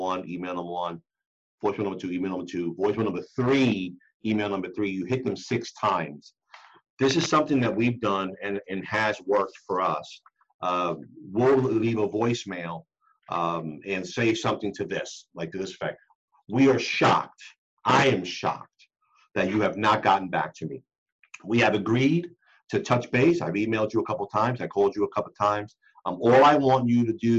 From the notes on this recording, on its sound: the audio portion of a webinar we did